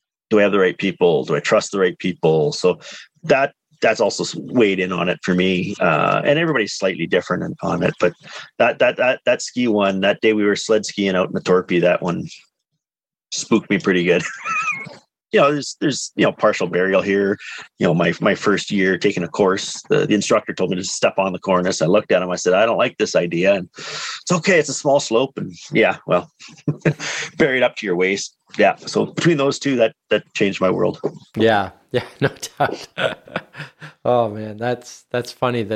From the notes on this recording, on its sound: on a Zoom call